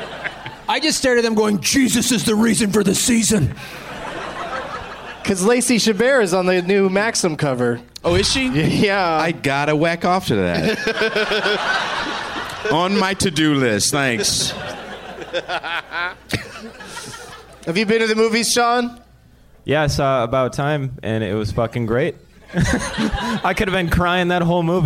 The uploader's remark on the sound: Live from the Helium Comedy Club in Portland Oregon